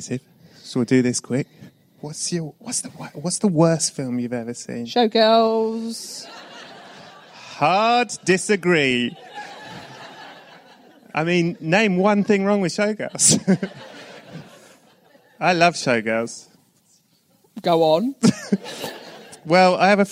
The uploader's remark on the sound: This one was recorded LIVE on location at the BFI, at the Southbank in London - were you there?